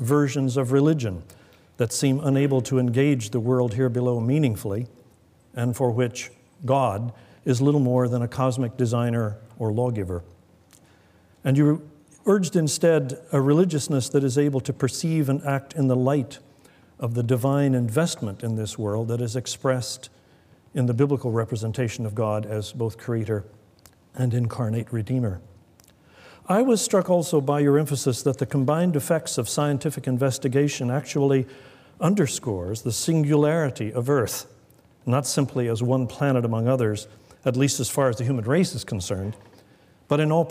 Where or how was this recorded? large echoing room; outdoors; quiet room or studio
large echoing room